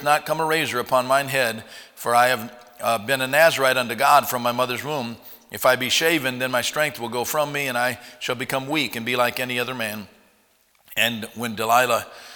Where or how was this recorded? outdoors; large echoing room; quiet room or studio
large echoing room